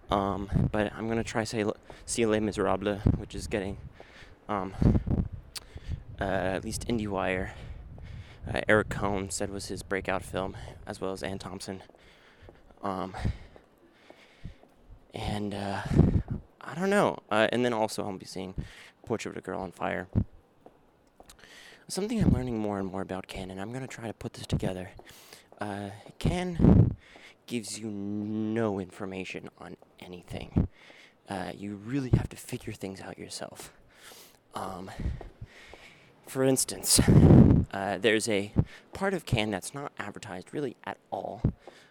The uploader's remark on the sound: Sorry for the windy parts. Should have brought a sock.